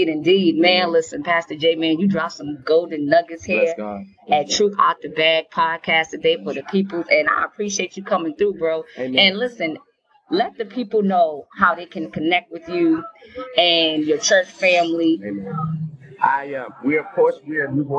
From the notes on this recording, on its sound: Live at New Voices New Vision Life Changing Church in Conway, SC for their Bridging The Gap Drive Thru Service! Snapshot interview.